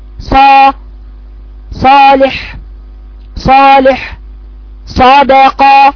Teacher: هعمل كل خطوات الفتح يا دوب هجيب مخرج الصاد باطباق الصاد الصاد خلي بالكم حرف مطبق يعني صوته منحصر يقترب من الحنك الاعلى لانه مطبق